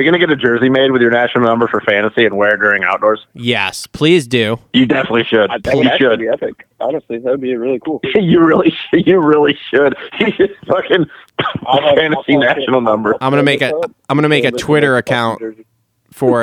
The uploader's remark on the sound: get on the phone to talk